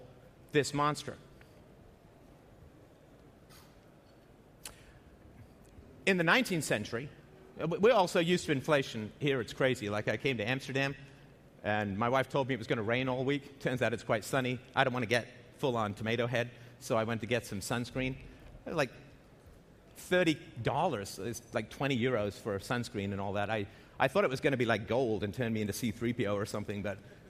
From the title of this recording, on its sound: at The Next Web Conference